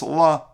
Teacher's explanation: Whereas if the hey does not have a dot in it, it's just la. You're only pronouncing the lamin with the vowel underneath the lamin, but you're not pronouncing the hey. And the dot basically gives emphasis to the hey, whereas the lack of that dot, if it's not a mapik hey, then it diminishes, it takes away from emphasis.